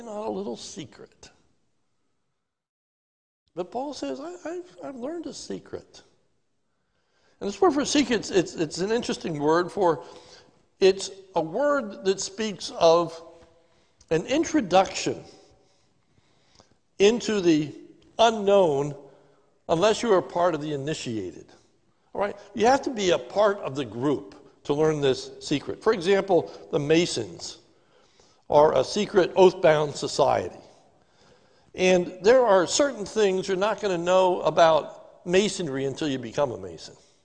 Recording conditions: large echoing room